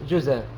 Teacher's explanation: يقرأها بنقل حركة الهمزة هي الفتحة إلى الزاي قبلها فتكون الزاي مفتوحة وتحذف الهمزة فتكون زاي مفتوحة بعدها ألف جزاء. · Term: النقل